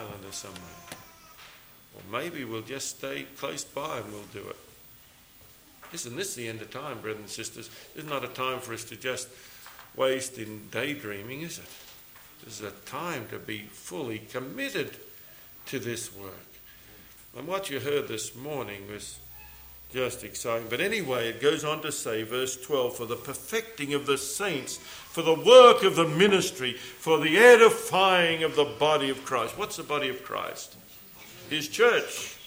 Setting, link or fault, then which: setting, large echoing room